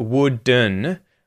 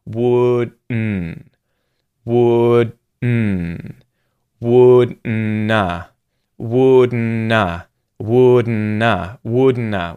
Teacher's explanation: It's actually wouldn't, wouldn't. You're going sort of straight into the syllabic N, it's called, with nasal release. · Shown in: second take · So your mouth is effectively going into the D position, stopping the air from coming out of your mouth, and then it's coming out your nose.